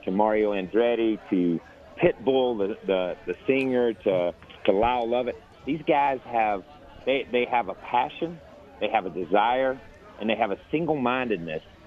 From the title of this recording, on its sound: LIVE FROM STURGIS